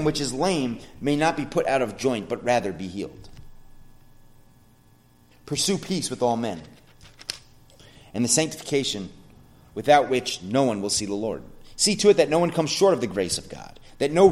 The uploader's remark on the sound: sermon at The Blue Point Bible Church